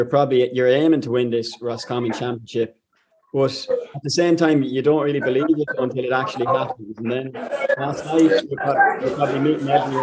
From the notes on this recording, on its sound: perched in Anthony Beirne's bar in Strokestown, where the Monday club celebrations were in full swing